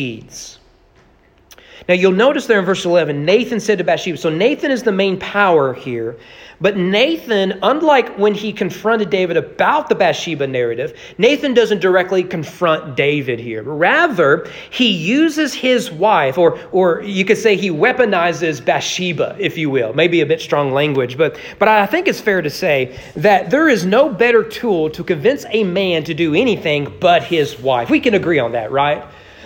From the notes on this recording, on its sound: Sermon preached at East Frankfort Baptist Church on November 27, 2022 during evening worship.